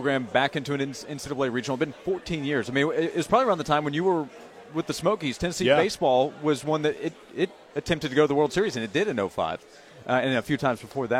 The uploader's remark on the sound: Live from SEC Media Days in Hoover.